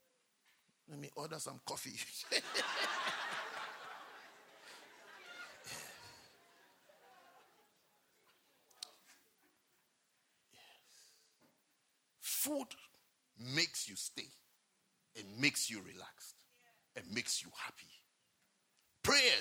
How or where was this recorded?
large echoing room